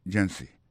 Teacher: Pour mot agency, hein, accent tombé sous première syllabe là. Agency. Deux autres syllabes qui sont derrière eux, faible. · Term: accent tonique